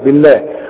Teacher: لفظ الجلاله مرقق علشان الباء مكسوره